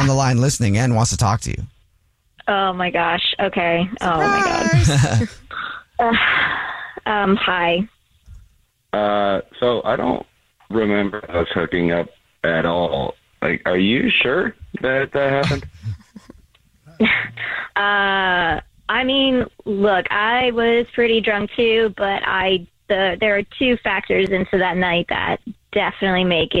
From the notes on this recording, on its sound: We get that other person on the phone to see why they're "ghosting". There is a guy on the phone who is not getting a call back from a date that he went on.